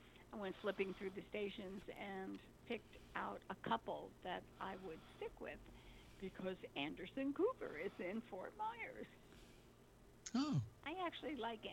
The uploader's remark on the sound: Take calls from around America and feature a recorded interview with the people who are in charge of the Glenn Miller Museum in Iowa.